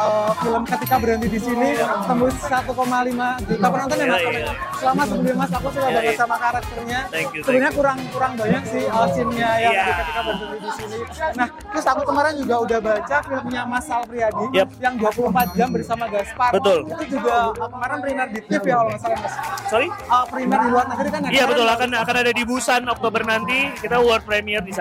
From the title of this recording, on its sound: Interview From Backstage Land Of Leisure